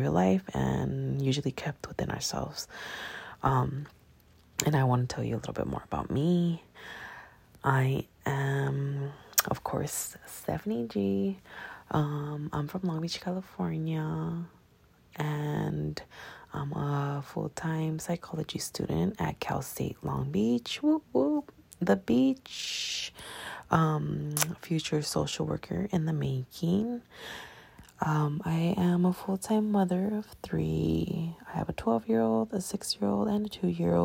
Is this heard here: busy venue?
no